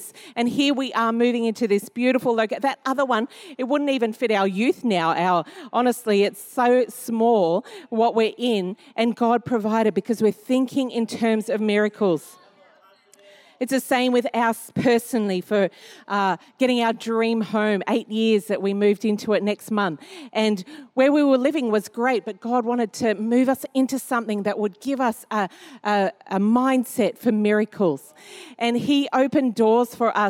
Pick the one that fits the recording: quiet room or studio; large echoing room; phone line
large echoing room